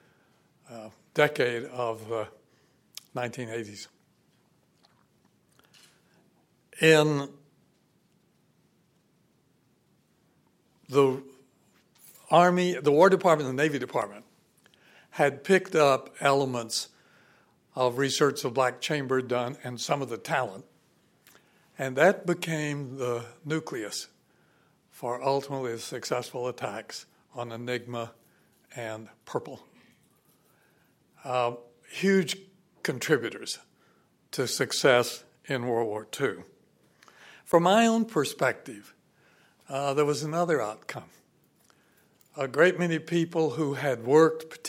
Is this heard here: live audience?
yes